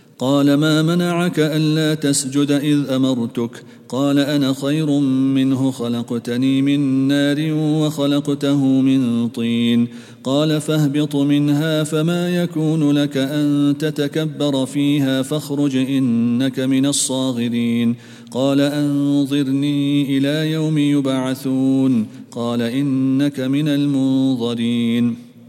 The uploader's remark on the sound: at the Houghton Masjid (West Street)